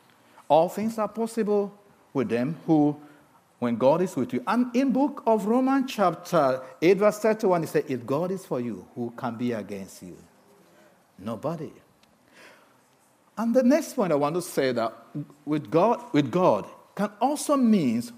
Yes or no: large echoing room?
yes